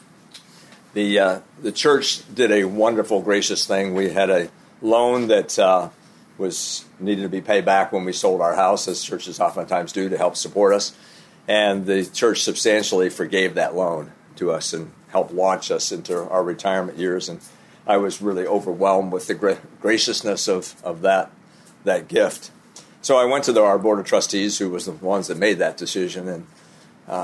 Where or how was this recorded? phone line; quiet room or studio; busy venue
busy venue